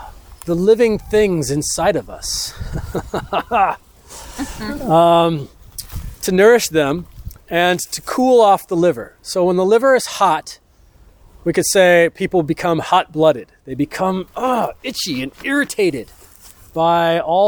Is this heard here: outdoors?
yes